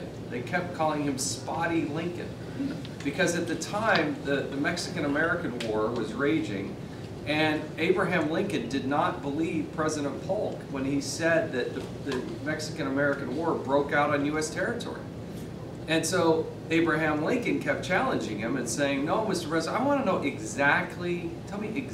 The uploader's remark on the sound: Addresses The Ripon Society. Appeared before a breakfast meeting of The Ripon Society, delivering a speech.